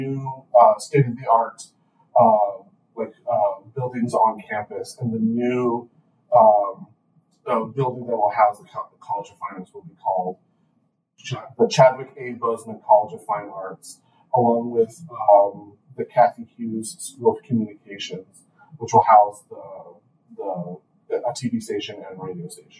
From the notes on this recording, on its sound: A technical glitch has caused this episode to sound like it was recorded underwater.